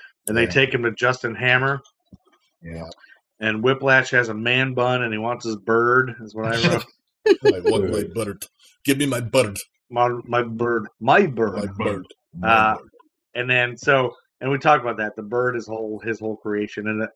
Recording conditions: poor sound quality